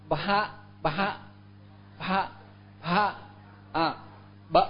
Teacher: Cái chữ này á là đọc là ba ba ba ba, ba âm bờ đó, âm bờ âm môi á